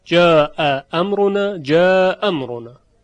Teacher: قالون به این نحو خوانده که دو همزه‌ای که در مجاورت همدیگه قرار میگیرن از دو کلمه، اگر متفق در حرکت باشن، یعنی هر دو مفتوح باشد، اولین همزه ساقط میشه، جاء امرنا، جاء امرنا، با یک همزه خونده میشه.